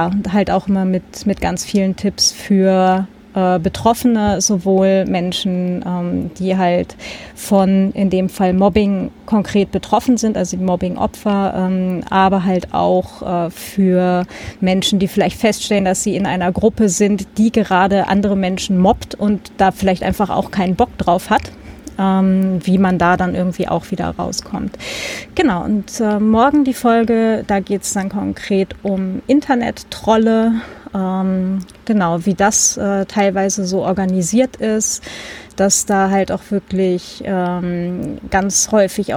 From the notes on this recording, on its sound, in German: Sendegarten vor Ort - Podstock 2020.